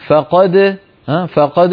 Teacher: الدال ليست مكسورة ولا تميل إلى الكسر